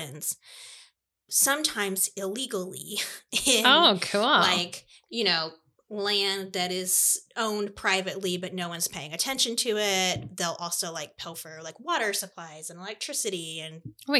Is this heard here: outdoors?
no